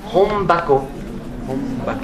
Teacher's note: comme il y a un B bilabial qui vient après, ma nasale devient bilabiale, et une nasale bilabiale, c'est un M